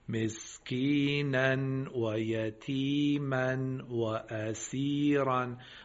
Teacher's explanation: مسکینن یعنی تنوین رو بخونید، نمیخواد ادغام کنید